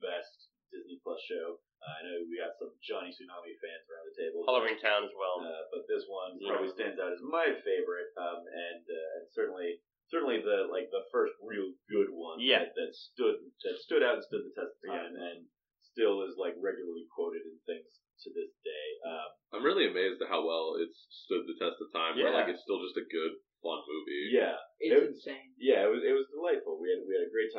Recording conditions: poor sound quality